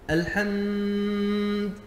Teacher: مد الميم مدا شاذا قبل نطق الدال